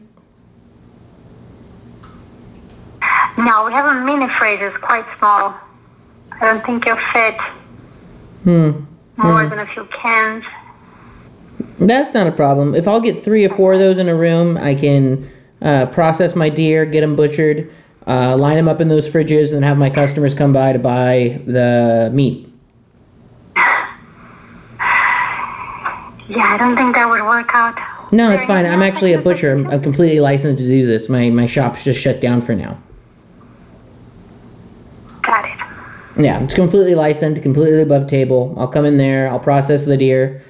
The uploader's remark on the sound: for a phone call